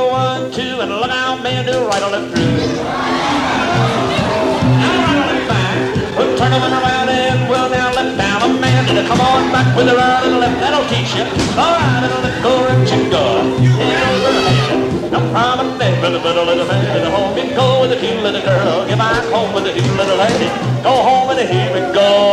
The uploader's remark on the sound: Vintage MWSD Live Dance Recording.